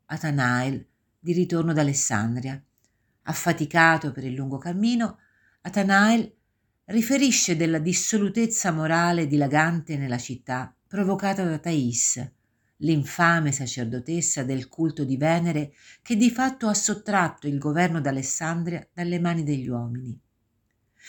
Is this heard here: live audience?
no